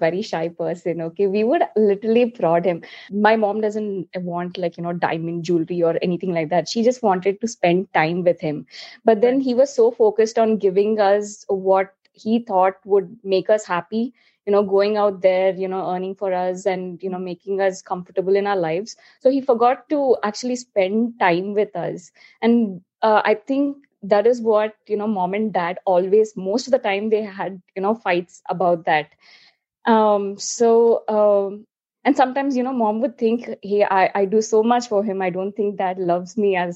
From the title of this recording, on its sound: Virtually recorded